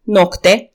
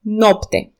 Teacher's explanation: Noi, în loc să slăbim pe C din nocte, l-am întărit și l-am adus aproape de acel T tare. L-am schimbat în P și a ieșit astfel nopte. · Shown in: second take